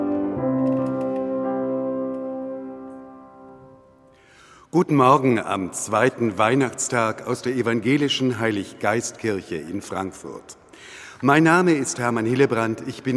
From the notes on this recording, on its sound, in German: Am zweiten Weihnachtstag überträgt hr4 live den Gottesdienst aus der evangelischen Heiliggeistkirche in Frankfurt.